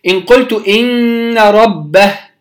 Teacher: لو وقفت على ربه، إن قلت إن ربه وقفت سقط المد فلم يعد مدا طبيعيا · Term: مد الصلة